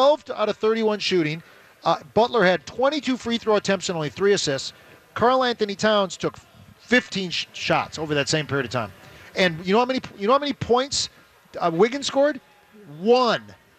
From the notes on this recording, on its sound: live from the Venture Bank Minnesota Golf Show